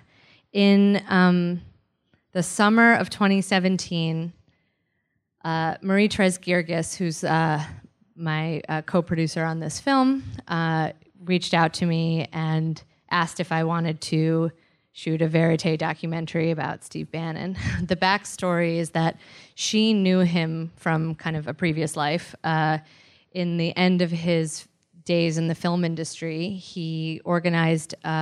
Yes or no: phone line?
no